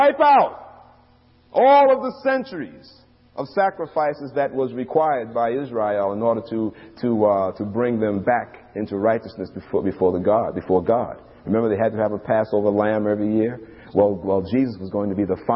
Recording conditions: large echoing room